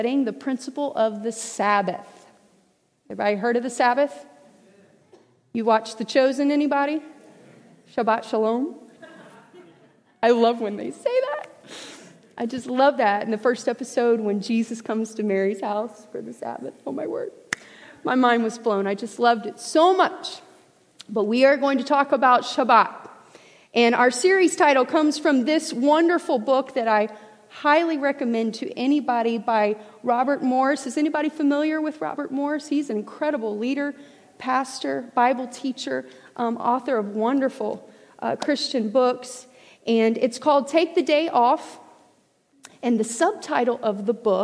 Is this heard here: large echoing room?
yes